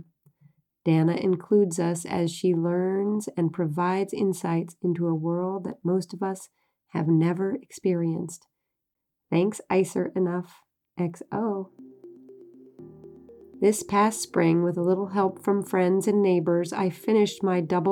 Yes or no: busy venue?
no